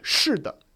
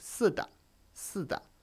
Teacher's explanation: Southern Chinese where they will sometimes lose the H sound · Shown in: second take